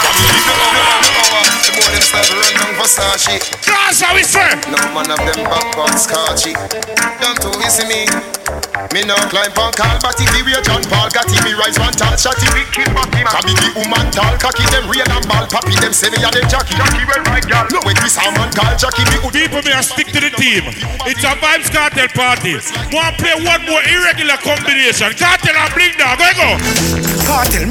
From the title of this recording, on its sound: LIVE AUDIO